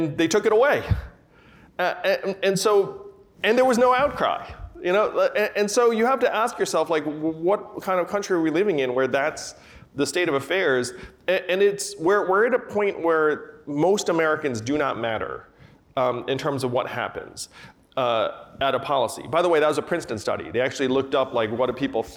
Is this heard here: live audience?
yes